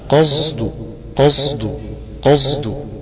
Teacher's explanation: يبقى فيها صاد مشمى فيها رائحة الزاي